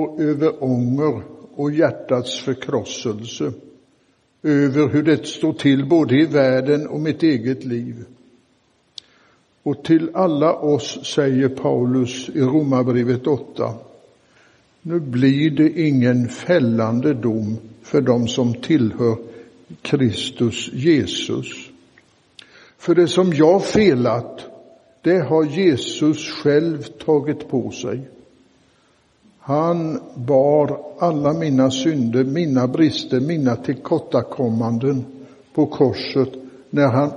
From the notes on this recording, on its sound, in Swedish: Inspelad i Roseniuskyrkan den 20 augusti 2023.